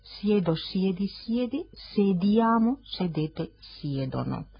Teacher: El verbo sedere no tiene ningún diptongo en el infinitivo, sin embargo, si yo lo conjugo, siedo, siedi, siede, sediamo, sedete, siedono. Es decir, diptongan la e tónica en su conjugación. · Term: diptongos móviles